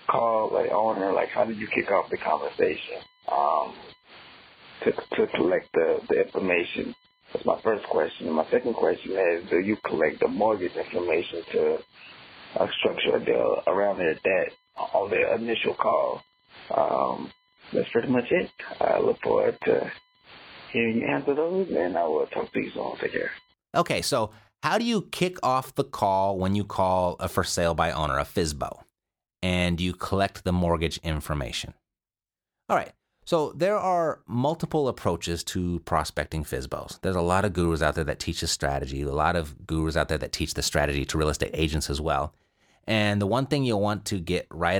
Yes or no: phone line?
yes